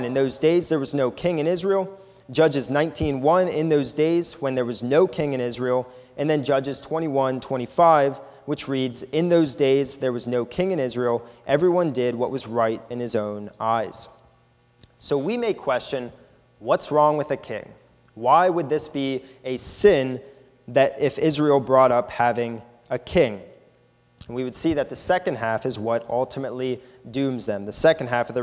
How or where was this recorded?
large echoing room